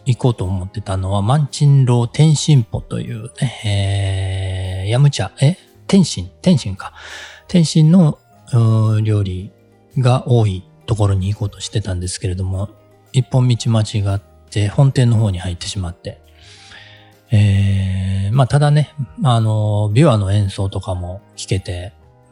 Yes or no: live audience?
no